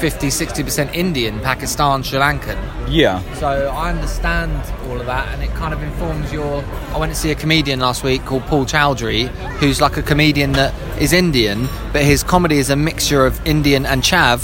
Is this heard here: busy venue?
yes